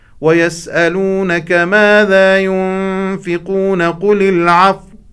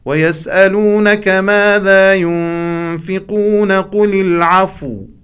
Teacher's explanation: بما أن الفاء والواو يخرجان من موضع واحد فيجب علينا أن نبين مخرج الواو حين الوقف · Shown in: second take